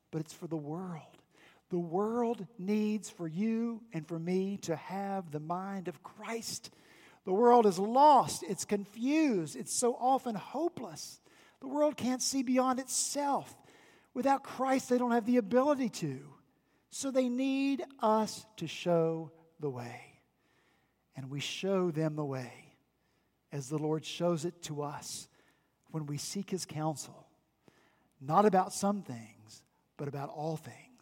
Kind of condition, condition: setting, large echoing room